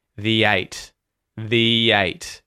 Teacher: If the following word starts with a vowel sound, like in this case, eight, we use the E vowel sound.